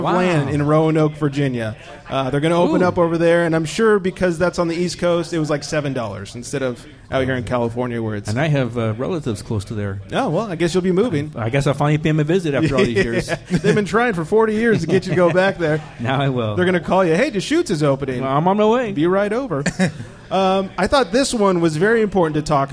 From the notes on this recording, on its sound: We are LIVE from The Local Beer & Wine Bar in Camarillo, CA. The first ever Booze N' TUG Extravaganza mini podcast festival.